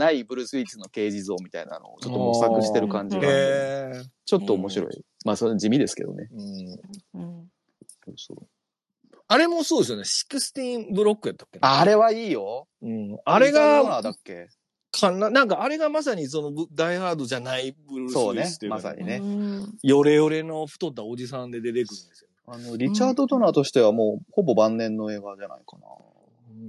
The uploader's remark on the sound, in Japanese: この配信は、2023年1月にスペースで収録した音源を編集したものです。生活音とかノイズとかふとしたネタバレとか、色々ごめんなさい。